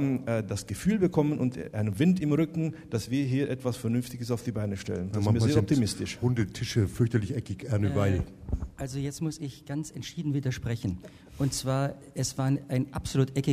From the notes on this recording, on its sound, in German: Live aus dem Neuhaussaal zu Regensburg. Als kleines Geburtstagsständchen präsentiert das Musikmagazin „taktlos“ live im Rahmen des Jubiläums-Starts aus Regensburgs Neuhaussaal dieses intelligente Projekt. Live-Musik liefern Ensemble-Mitglieder des Stadttheaters, Musikschülerinnen und Schüler.